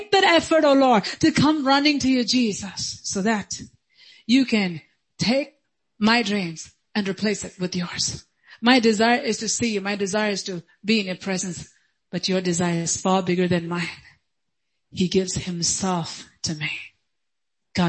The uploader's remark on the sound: Sunday Service.